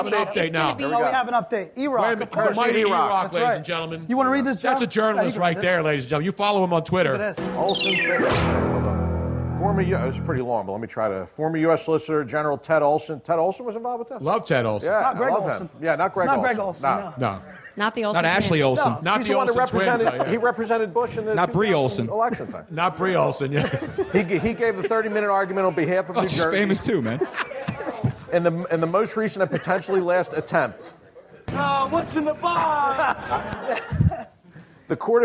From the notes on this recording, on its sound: Live Podcast. We came out firing with a great mid February crowd and crazy show at Comedy Sports Philly.